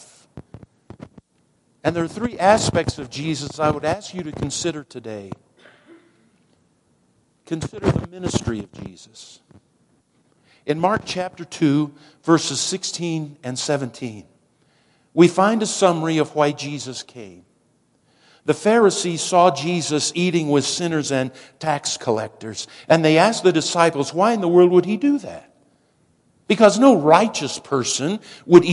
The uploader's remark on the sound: Woodland Life Church Live